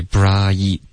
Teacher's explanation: bright 的双元音要注意 bright 它一定要滑动